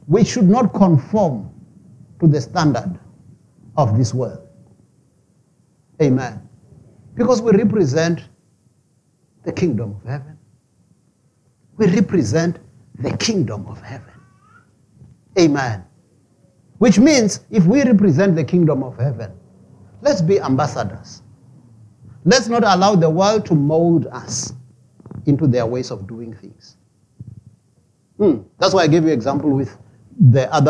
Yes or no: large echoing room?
yes